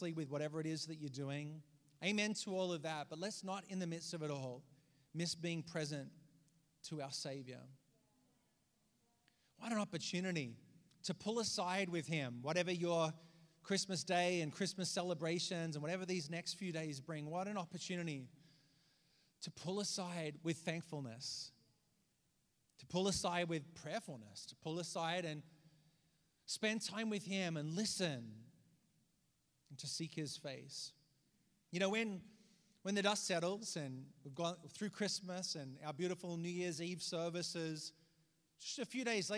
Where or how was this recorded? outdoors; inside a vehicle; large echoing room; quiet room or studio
large echoing room